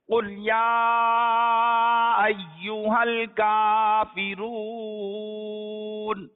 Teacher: قاف جو پڑھا جائے گا یہ پر پڑھا جائے گا، یعنی موٹا پڑھا جائے گا، باریک نہیں پڑھنا